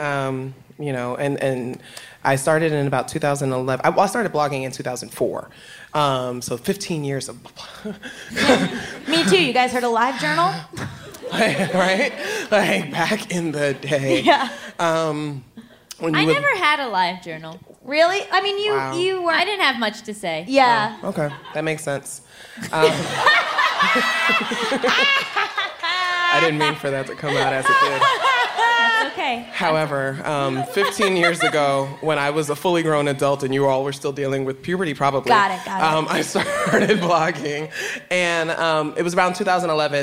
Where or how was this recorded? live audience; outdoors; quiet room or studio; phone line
live audience